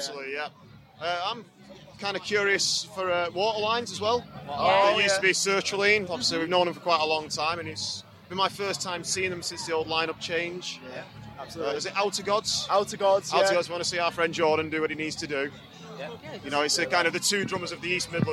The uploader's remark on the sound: chat with us at Bloodstock